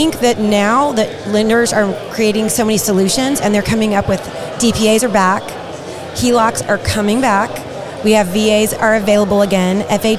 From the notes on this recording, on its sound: In this episode, we are sharing the second half of our latest live event. Live at Rowdy’s in Spring, TX for The Contractors Network event. This is a monthly event held on the third Thursday of every month.